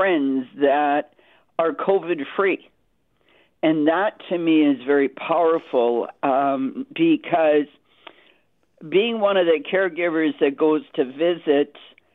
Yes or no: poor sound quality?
no